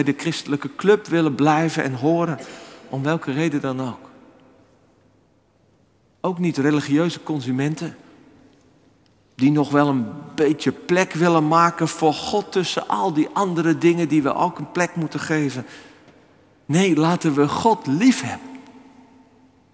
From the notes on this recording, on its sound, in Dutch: opgenomen op 11 februari 2024 in de Noorderkerk Amsterdam